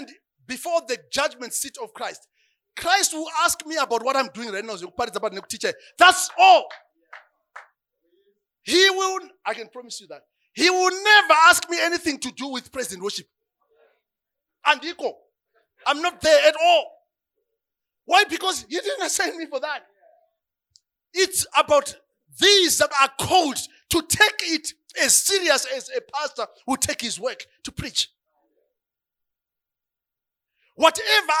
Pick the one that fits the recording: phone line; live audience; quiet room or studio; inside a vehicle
live audience